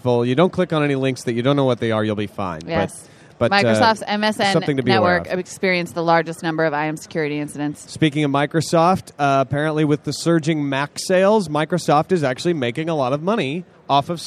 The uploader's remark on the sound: Live from Macworld